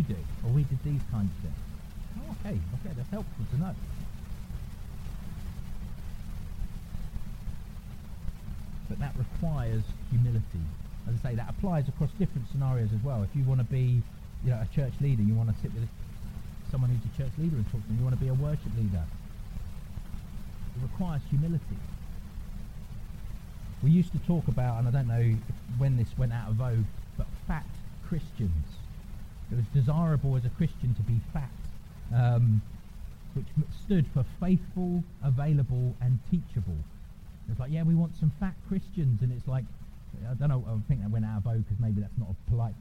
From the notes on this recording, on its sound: apologies for poor sound quality